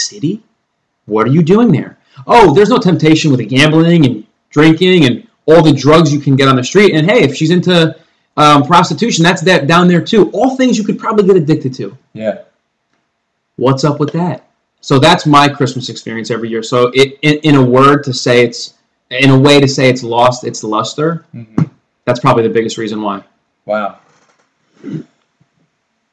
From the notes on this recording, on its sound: Please excuse the potato audio quality.